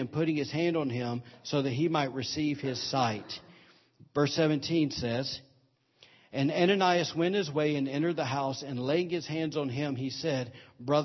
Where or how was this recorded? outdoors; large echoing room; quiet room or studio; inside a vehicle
large echoing room